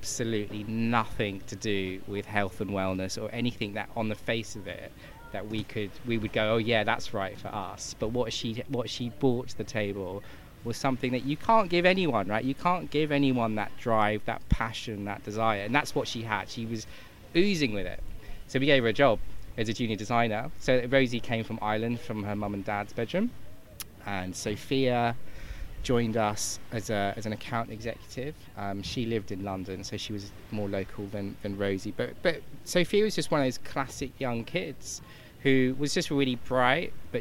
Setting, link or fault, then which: setting, busy venue